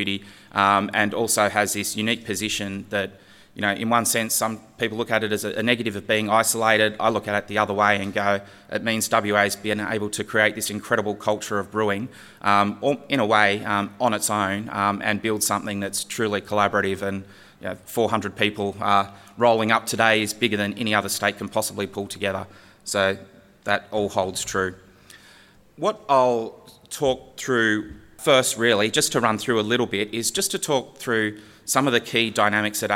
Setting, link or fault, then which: setting, live audience